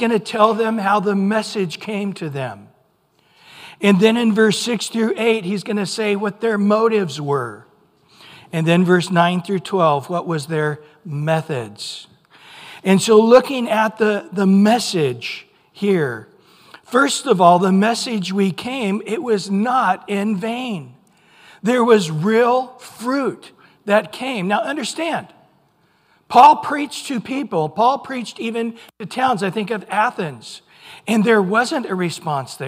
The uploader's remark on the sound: Recorded at Calvary Chapel of Los Alamitos